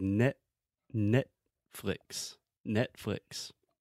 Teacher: this is what I call a soft T, almost a stop T, where your mouth is more or less in the same position to produce a normal T sound